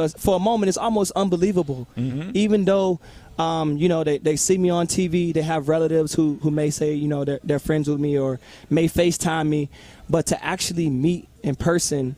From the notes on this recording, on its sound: live at his Work Hard, Play Hard" Football Camp at LC Bird